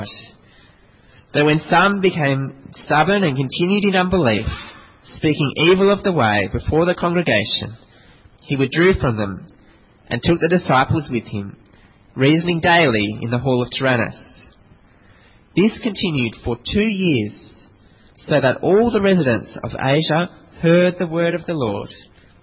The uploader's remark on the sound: This sermon was preached at St Mary's Cathedral, KL on 13th June 2010.